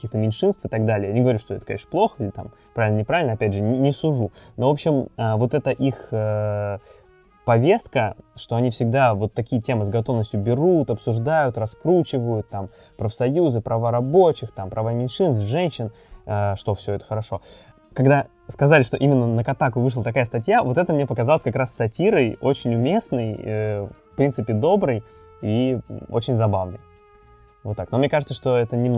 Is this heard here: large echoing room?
no